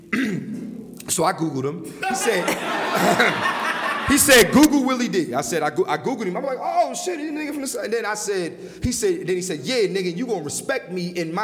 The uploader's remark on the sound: LIVE in Atlanta, Georgia.